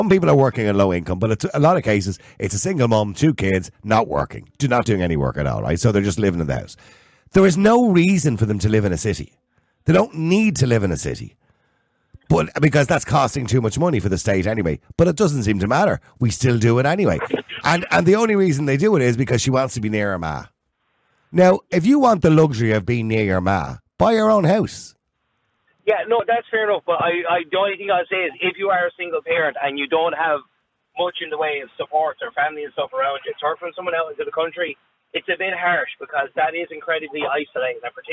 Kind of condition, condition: link, phone line